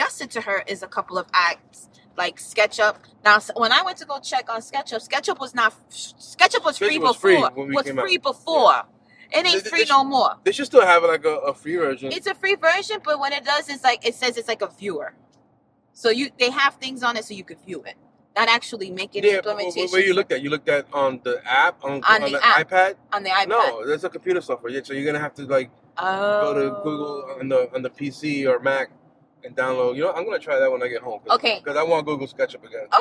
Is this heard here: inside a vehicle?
yes